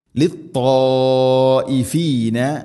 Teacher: ഇനി മദ് മുത്തസിലുണ്ട് അവിടെ. ലി തോഇഫീന മദ്ദിൻ്റെ അക്ഷരമായ അലിഫിന് ശേഷം ഹംസ അതേ പദത്തിലാണ് ഉള്ളത്. നാലോ അഞ്ചോ ഹർക്കത്തിൻ്റെ ഖദർ നിർബന്ധമായിട്ടും നീട്ടണം